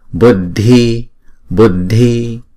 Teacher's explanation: chữ thi là âm bật nha